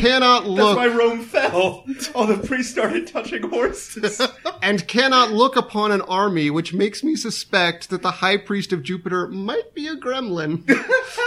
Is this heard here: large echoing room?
no